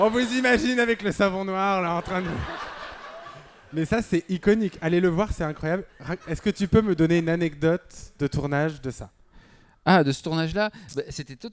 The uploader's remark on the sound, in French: ont enregistré un épisode d'Absolument Fabuleuses en public, au théâtre du Grand Point Virgule.